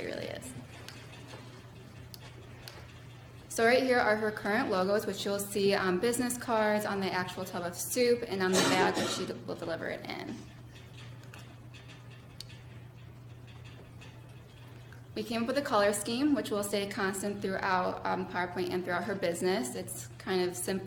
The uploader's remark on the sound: Small Business Client Presentations. Presentations by ENTP 346 students for local businesses. Recorded at City Hall, Lake Forest IL.